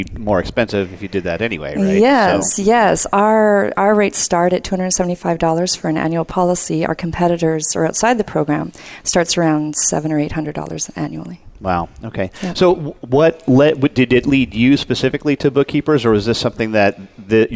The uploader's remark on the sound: Live Broadcast at the The IPBC IGNITE Conference.